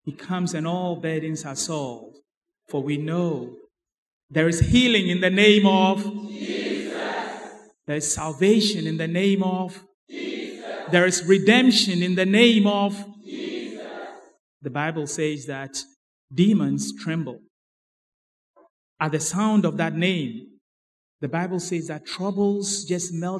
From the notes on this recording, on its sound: Sermon preached at CBC Adabraka Campus